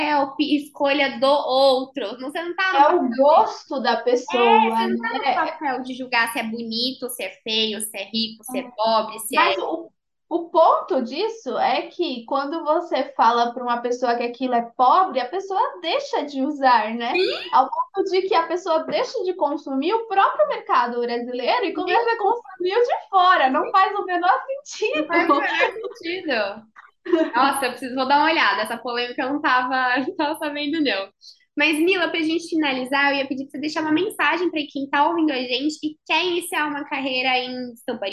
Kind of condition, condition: link, video call